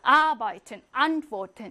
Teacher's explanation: 첫 음절에 강세를 빡 줍니다.